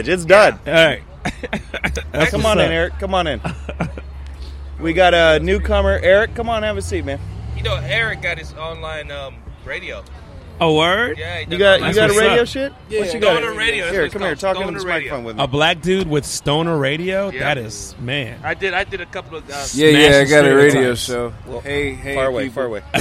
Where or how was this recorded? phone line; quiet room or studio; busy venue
busy venue